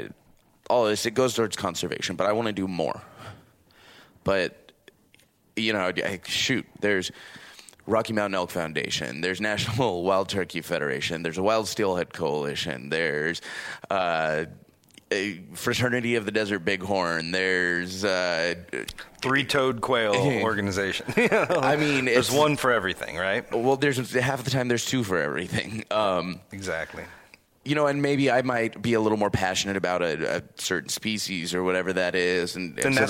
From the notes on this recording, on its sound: At the Professional Outdoor Media Association Conference in Wichita, KS.